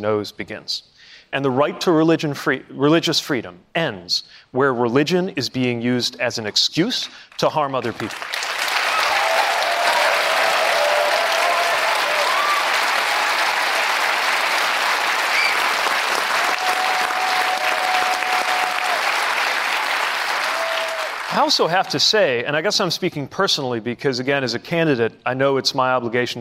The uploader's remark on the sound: Answers questions during a live town hall. At The Novo in Los Angeles.